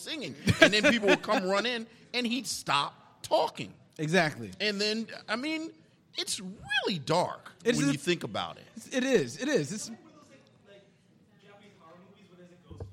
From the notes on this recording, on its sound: Have fun with the audience and Spike Lee's SCHOOL DAZE, playing trivia games and dishing out prizes at their special Philly Podcast Festival show.